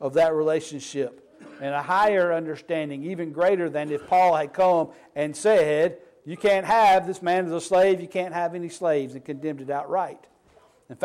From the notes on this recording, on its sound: Sermon Preached on 7/23/23 at the Snowdown Church of Christ